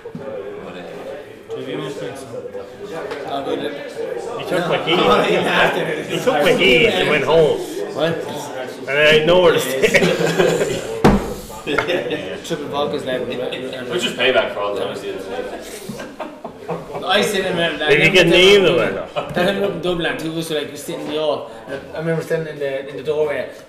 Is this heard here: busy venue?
yes